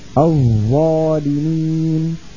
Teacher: اللسان على طرف الثنايا العليا، الطرف على الطرف هكذا، الظالمين أو نعم. · Term: الحرف الظاء